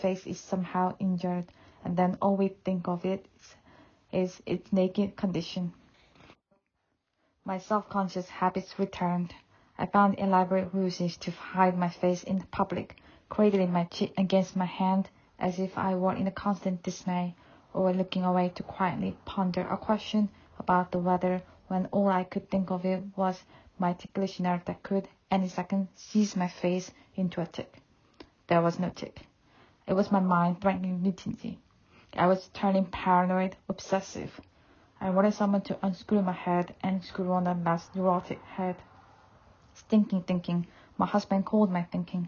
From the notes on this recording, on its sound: I recorded this with my phone in a small living room at my home in Somerset, UK, with a wool blanket over me as it’s been unusually chilly August weather.